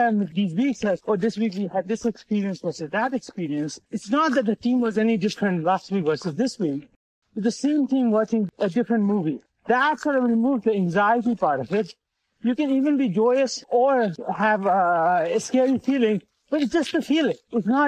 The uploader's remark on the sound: While hiking in the beautiful foothills of Palo Alto.